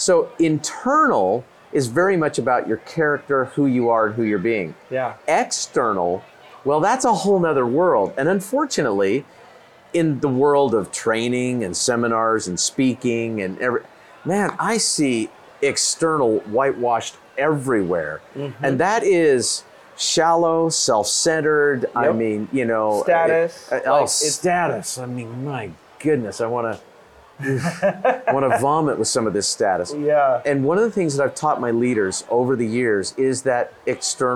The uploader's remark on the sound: This time we recorded our episode from the balcony